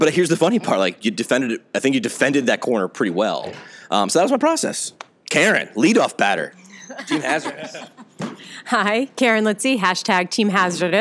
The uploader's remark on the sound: The Oxford Debate from APTA Next Conference. LIVE from the NEXT Conference in Chicago.